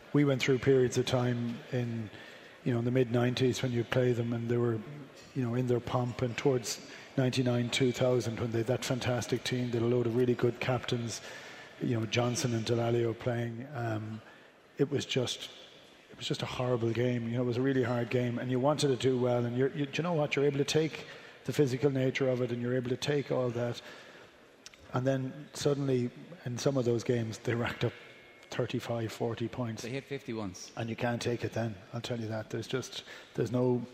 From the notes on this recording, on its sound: Previewing Ireland v England live at The Mansion House.